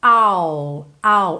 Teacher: Eu começo o som do I, mas eu não termino, não faço esse I. Eu pego do I'll e já boto o L ali.